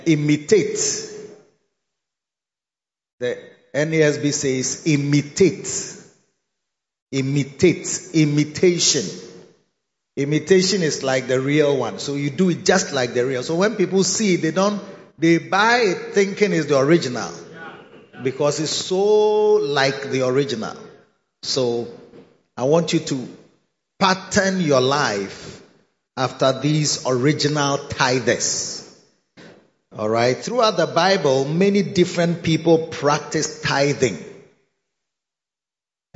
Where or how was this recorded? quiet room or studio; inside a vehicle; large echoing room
large echoing room